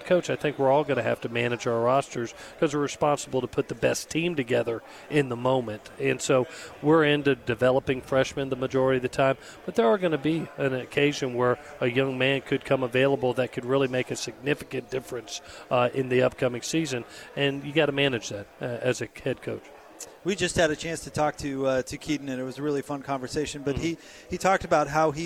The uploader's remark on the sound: Spoke with The Zone on Tuesday afternoon LIVE from Pac-12 Media Day in Los Angeles, CA.